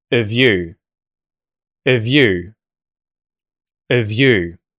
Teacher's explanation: And then we can de-stress the A vowel sound in av and turn it into a schwa.